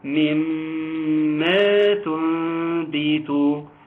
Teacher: قالت مما ديت أصلها يا شيخ من ما، والنون الساكنة تم إدغامها في الميم، ولذلك بتجد إن الميم مشددة · Term: إدغام بغنة